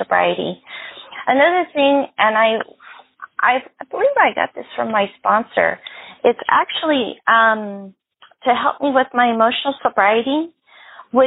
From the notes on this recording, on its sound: Phone Meeting Workshop.